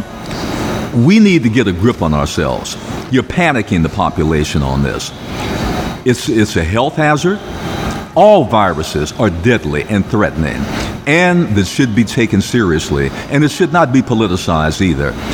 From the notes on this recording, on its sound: Live from the Dunbar Hotel